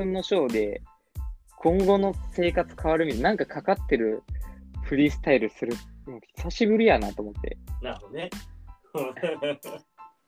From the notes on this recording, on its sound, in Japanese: リモート収録。